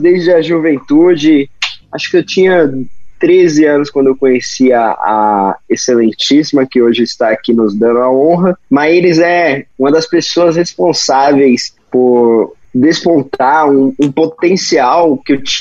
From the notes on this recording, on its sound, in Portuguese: bateu um papo com a gente por meio do Zoom